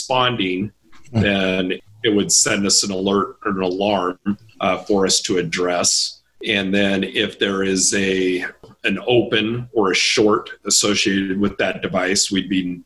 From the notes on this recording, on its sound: This episode of Baseline Tech-Talk Tuesday was recorded on June 6th, 2020 during the weekly LIVE Zoom broadcast